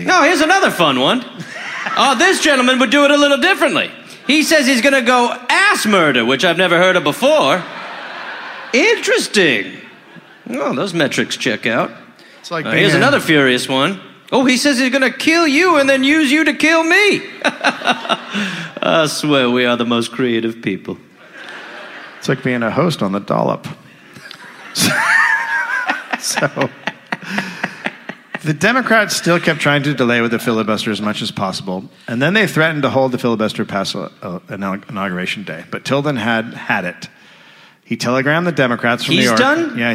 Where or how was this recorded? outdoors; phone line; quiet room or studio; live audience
live audience